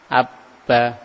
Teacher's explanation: Begitu pula ketika kita fathah abba, di situ tertutup dua bibir kita, maka di situlah makhraj huruf ba